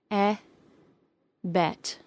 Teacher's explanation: the tongue drops to the central area of the interior of the mouth. The tip and underside of the tongue may very lightly touch the bottom teeth during the short E sound.